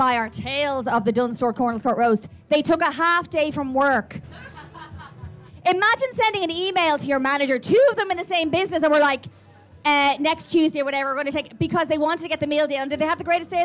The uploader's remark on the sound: This week we have a special episode for you recorded at Beyond the Pale festival in Wicklow. It rained and it poured but it didn't dampen our spirits!